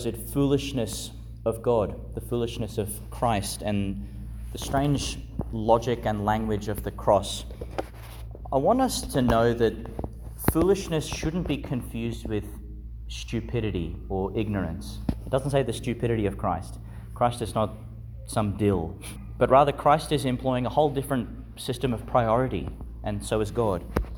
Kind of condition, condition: setting, large echoing room